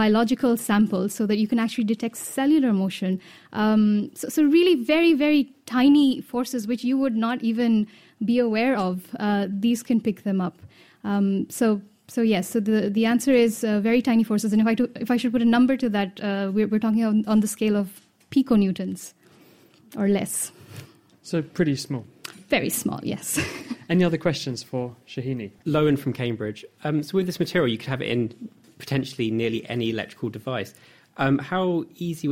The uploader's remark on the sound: live from the Cambridge Science Centre